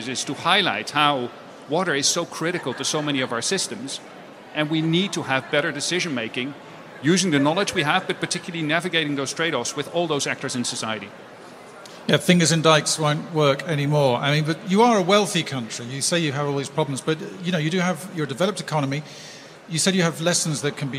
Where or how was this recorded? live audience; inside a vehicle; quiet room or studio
live audience